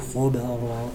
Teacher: الخاء مفخمة الباء مرققة الراء مفخم